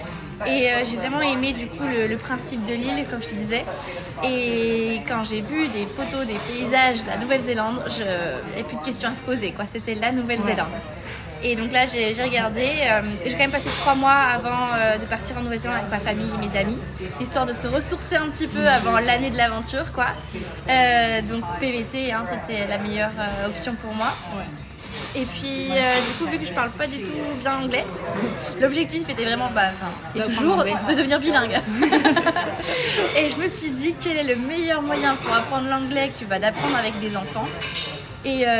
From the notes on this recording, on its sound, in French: il y a bcp de bruit de fond ou nous avons enregistré l’épisode